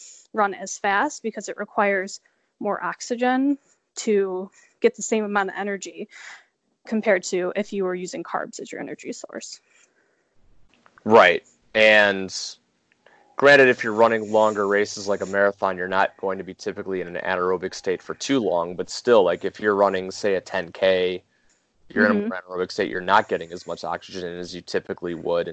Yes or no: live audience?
no